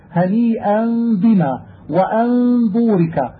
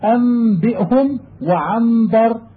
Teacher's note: نحو أنبئهم وعنبر تبدل منهما ميما أيضا ولا تشديد في هذا. والغنة ظاهرة فيه في نفس الحرف الأول، لأنك أبدلت من حرف فيه غنة حرفا آخر فيه غنة وهو الميم الساكنة